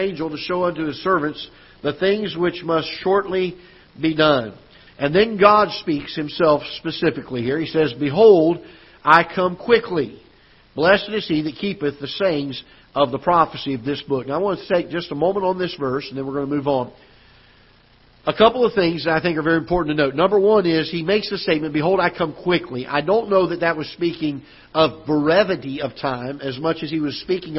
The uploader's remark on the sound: Ketha Heights Baptist Church ~ Live Broadcast